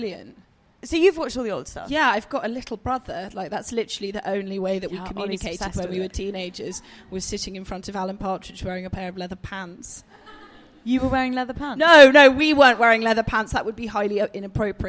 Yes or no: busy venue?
yes